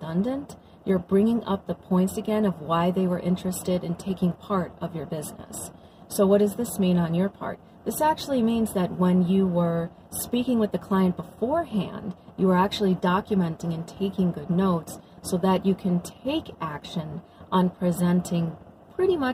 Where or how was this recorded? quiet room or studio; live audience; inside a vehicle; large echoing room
inside a vehicle